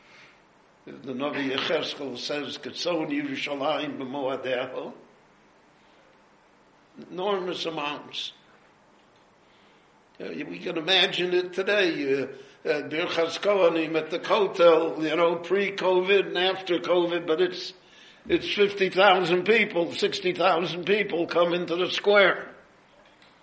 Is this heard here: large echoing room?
yes